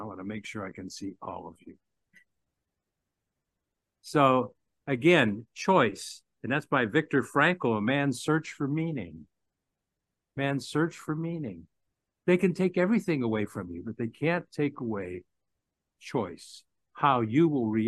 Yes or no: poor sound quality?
no